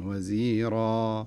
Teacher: التنوين يذهب في حالة الوقف، ويعوض هذا التنوين، تنوين الفتح، بألف، وهذه الألف يمد مقدار حركتين، مد طبيعي، فلا نقول وزيرا خطأ أو نقول وزيرا بتر، لا، نقرأها بحركتين وزيرا. · Term: مد عوض